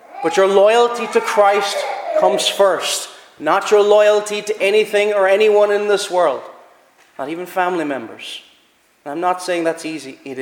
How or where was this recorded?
large echoing room